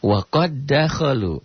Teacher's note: Tapi huruf kol-kolahnya ini, karena bertemu dengan huruf yang sama, sifat kol-kolahnya jadi hilang.